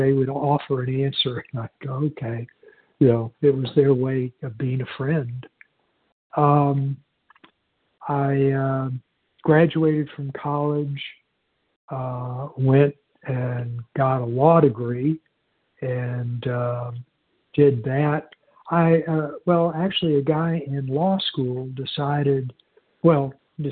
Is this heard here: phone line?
yes